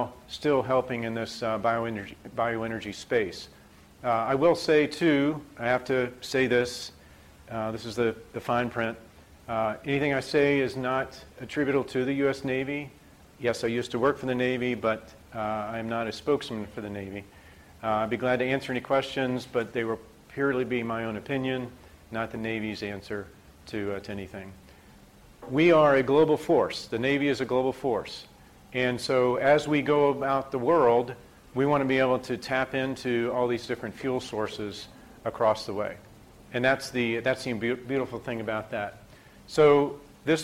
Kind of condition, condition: setting, large echoing room